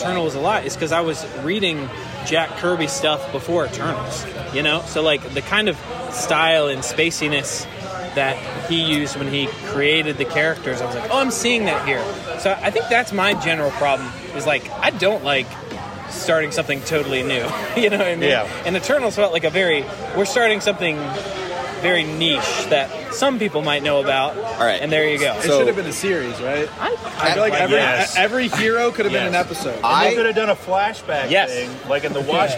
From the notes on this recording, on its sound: Birthday brewery crawl. At each stop we recorded a 5 minute segment with surprise guest.